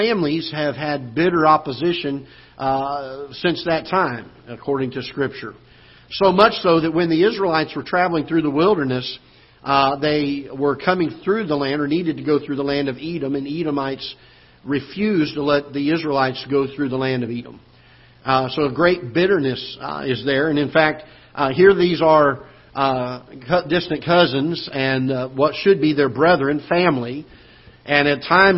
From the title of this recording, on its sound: Ketha Heights Baptist Church ~ Live Broadcast